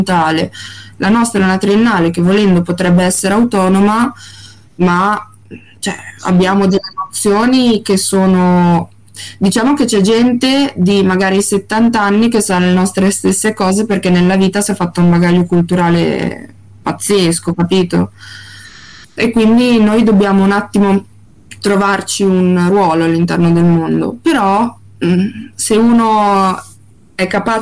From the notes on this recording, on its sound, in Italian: Al di là dei problemi audio che contraddistinguono oramai il nostro podcast, e per cui ci scusiamo